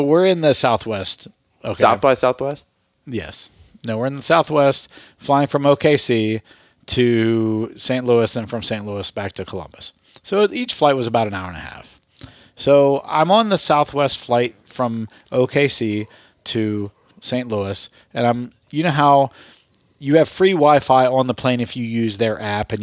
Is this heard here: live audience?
no